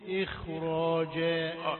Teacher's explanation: خاء إخراجا يعني أكثر تفخيما، يعني ظلت محتفظة بأنها يعني تأثرت بالراء، هي تأثرت بالراء في زيادة التفخيم.